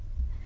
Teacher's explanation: И краткое on puolivokaali, joka ääntyy lähes selvänä jiinä.